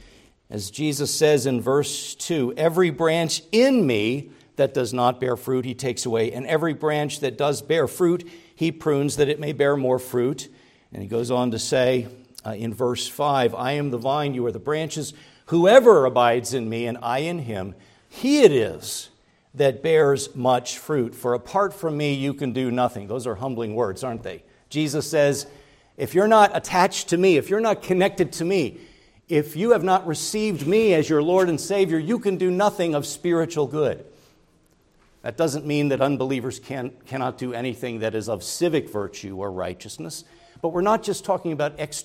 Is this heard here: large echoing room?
yes